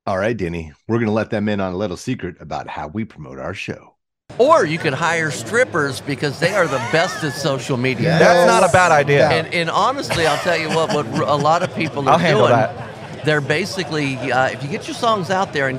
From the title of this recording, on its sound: interview from Rock N Pod Nashville 2023